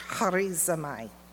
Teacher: the CH is pronounced as an H, so it's pronounced harizomai, harizomai. It's a very guttural H